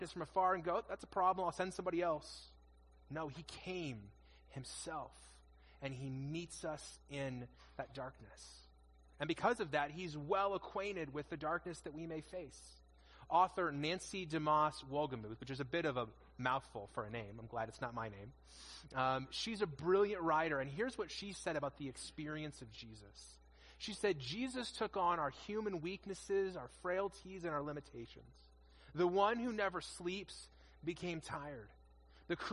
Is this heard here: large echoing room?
yes